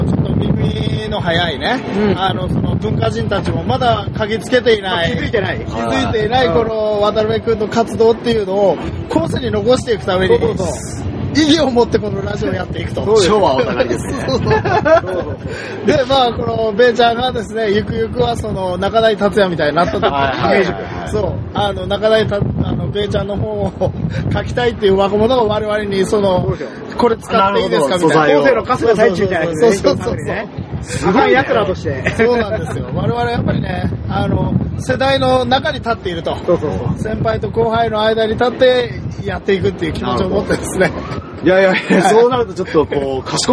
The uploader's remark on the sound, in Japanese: 今回屋外収録のため、風音がうるさい部分があります。